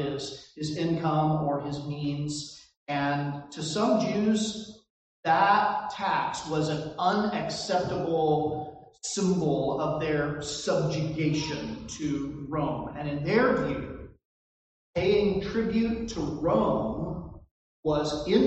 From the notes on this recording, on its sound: This recording suffers from poor audio quality.